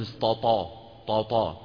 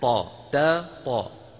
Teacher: من استطاع طا رقق التاء وفخم الطاء · Shown in: second take